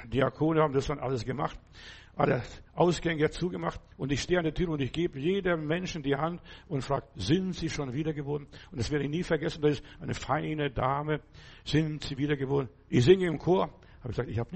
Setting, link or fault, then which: setting, large echoing room